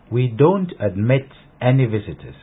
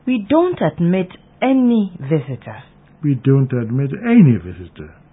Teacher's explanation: Any is given emphatic stress. · Shown in: second take